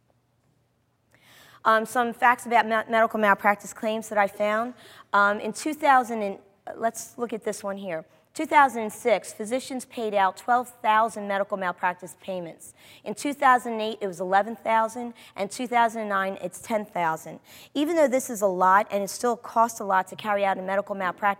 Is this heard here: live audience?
yes